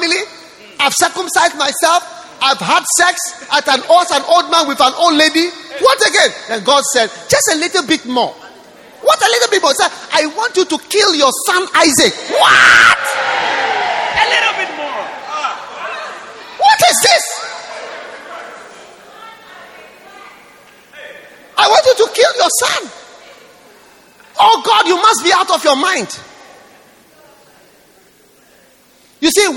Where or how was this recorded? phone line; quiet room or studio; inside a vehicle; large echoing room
large echoing room